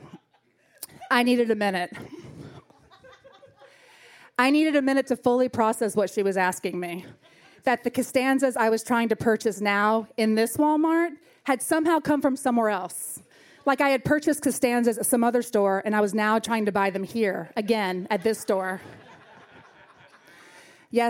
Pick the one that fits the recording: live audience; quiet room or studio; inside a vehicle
live audience